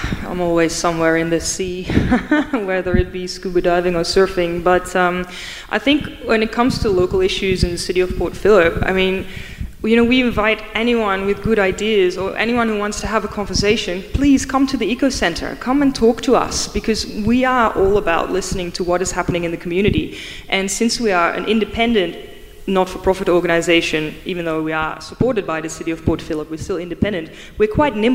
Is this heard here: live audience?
yes